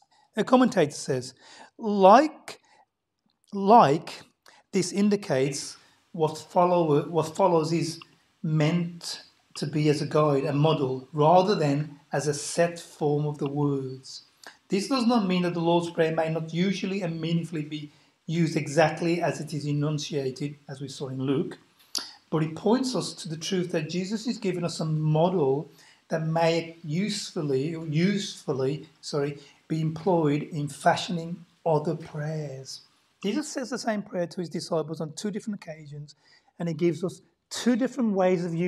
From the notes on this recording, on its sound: Sunday Service 10:40am LIVE STREAM.